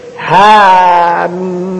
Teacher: فالكثير يقول حام لا لازم نسبة الألف مش يقول حام لا نسبة الألف كويس حام هذه كده حركتين حام الحاء حركتين والمين ست · Term: مد طبيعي